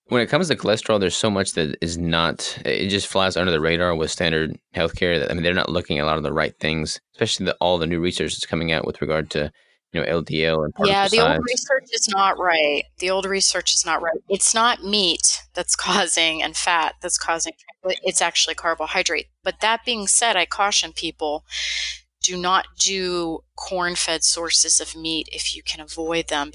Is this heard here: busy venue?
no